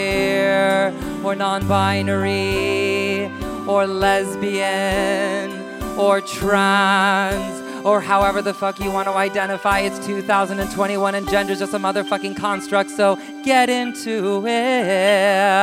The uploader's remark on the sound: Full performance and interview recorded live at Above The Stag Theatre.